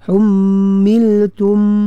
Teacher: waqaf dengan mim yang sukun, dia ada sifat gemaan. Hummiltum, sifat gunnah tu.